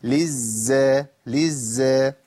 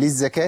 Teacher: لازم بيان التجديد إزاي بجريان الصوت في الزاي الأولى · Shown in: first take · للزا للزا بانت، لكن للزكاة يبقى أنا جبت واحدة بس.